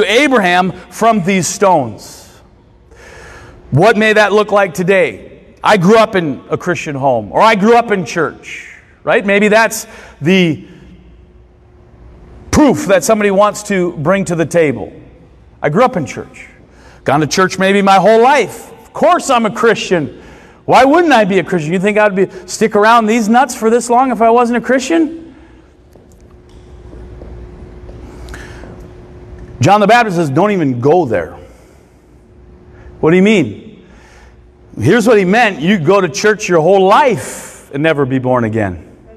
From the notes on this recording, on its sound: Recorded Sunday mornings at Church of Hope.